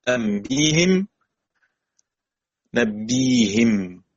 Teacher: والوجه الثاني تحويل الضم في الهاء إلى الكسر ليناسب الياء الجديدة المبدلة من همزة ساكنة